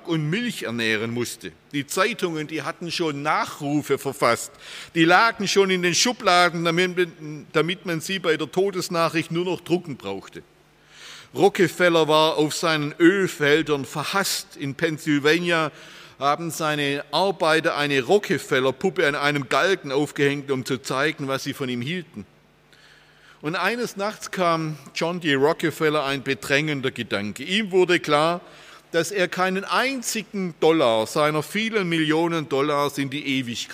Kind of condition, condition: setting, large echoing room